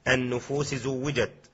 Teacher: والسين تدغم في الزاي في النفوس زوجت